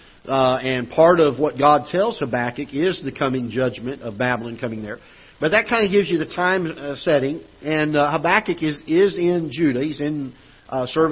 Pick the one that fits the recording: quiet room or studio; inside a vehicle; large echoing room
large echoing room